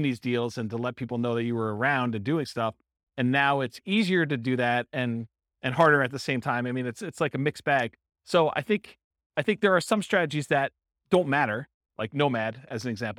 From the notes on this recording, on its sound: In Lansing, Michigan. This was a live class recorded to give investors a solid qualitative overview of all the different real estate investing strategies.